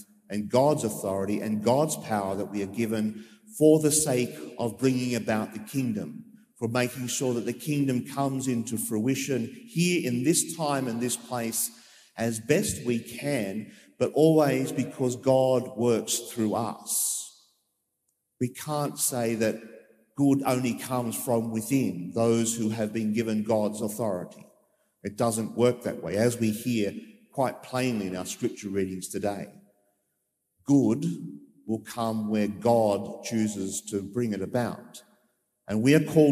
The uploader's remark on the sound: As preached during the live-streamed 9.30am Mass from Sacred Heart Cathedral, Hamilton.